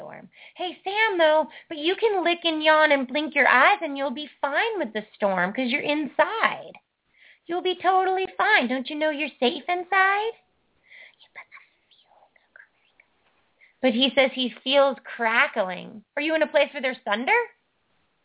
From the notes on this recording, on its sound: Takes Lots of Callers On This Great Show